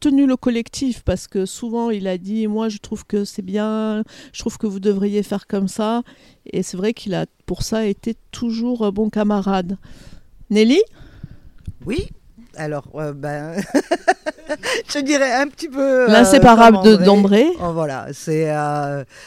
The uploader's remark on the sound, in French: C'est installée dans le golfe de Santa GIulia que l'équipeenregistrecette émission